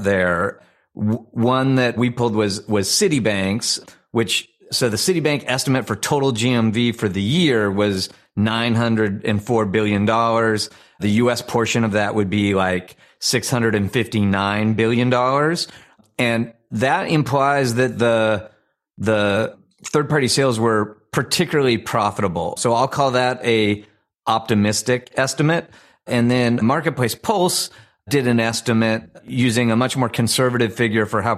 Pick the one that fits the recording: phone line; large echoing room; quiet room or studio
quiet room or studio